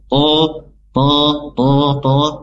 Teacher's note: to-nya sifat idbaknya lebih dimunculkan kembali, lebih tebal ya huruf to, to, to, to, to, ya bukan seperti to, to, tapi tebal.